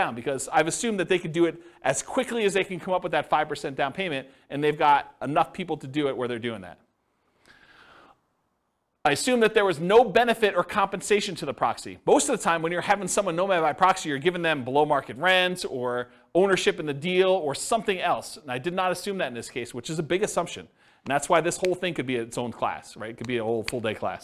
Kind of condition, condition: setting, live audience